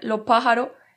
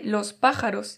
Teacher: la aspiración y pérdida de la S, ya sea en medio de la palabra o al final de esta · Shown in: first take